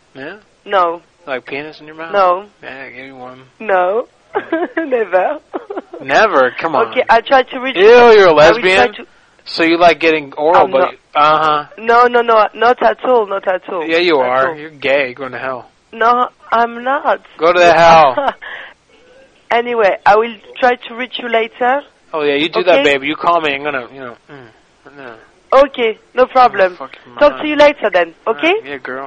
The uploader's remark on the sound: Prank Phone Calls